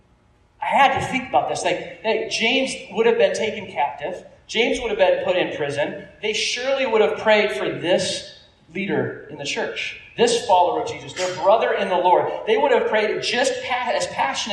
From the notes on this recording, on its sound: Opened up the microphone for people to pray. We know the recording isn't the best.